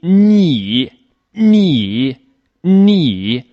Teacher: 候啊，第一，舌头呢，舌尖略微地抬起来靠近我们的硬腭。呢，你，你，这是一点。那第二点呢，就是气流从鼻子里出来，你。那么我们的软腭就要下降，喉腔啊就阻碍。那气流呢，就从鼻子里面出来了。 · Term: 鼻音